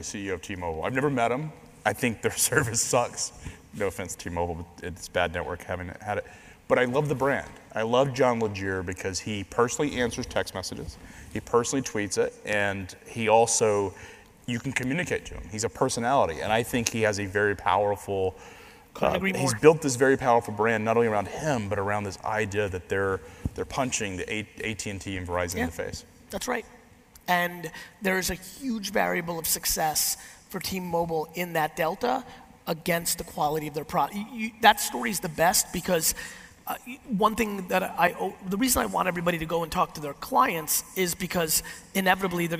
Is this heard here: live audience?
yes